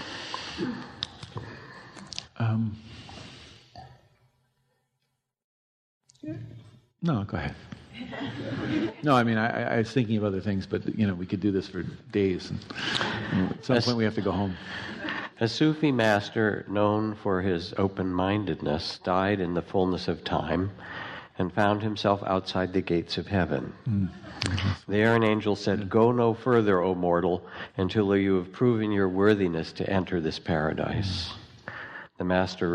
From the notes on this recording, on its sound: live on stage